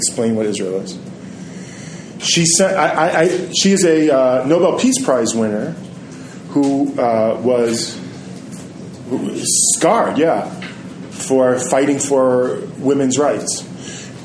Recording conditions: large echoing room